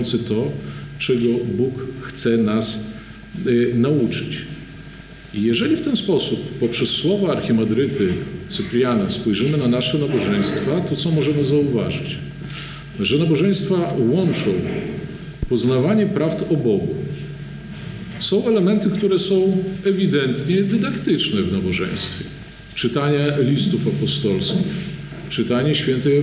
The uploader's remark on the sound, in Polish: Nagranie pochodzi ze spotkania, które odbyło się 10 listopada 2021 roku w Monasterze Zwiastowania Najświętszej Bogurodzicy w Supraślu w ramach cyklu “Supraskie Środy”.